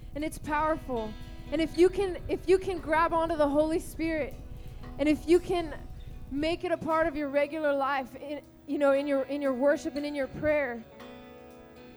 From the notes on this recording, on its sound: Recorded at Rhema Camp 07.